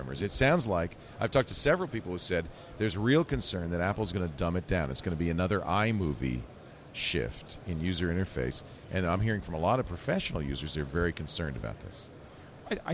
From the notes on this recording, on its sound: Live from NAB Show 2011